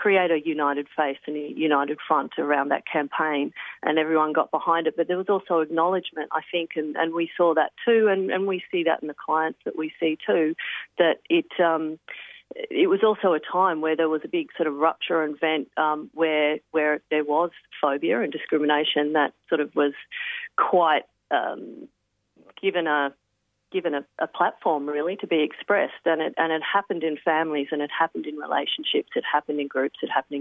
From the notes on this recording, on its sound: joins us on the line from Castlemaine